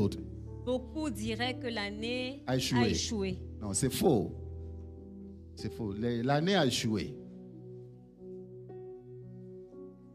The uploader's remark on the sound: Preached during Cross-over Service 2023